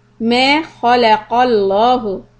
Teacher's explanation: So لفظ جلالة لام here will be heavy.